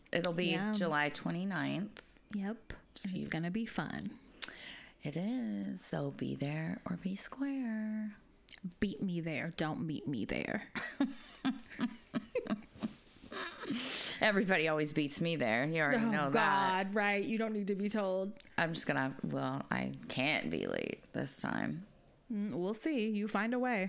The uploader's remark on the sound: our background noise is always a surprise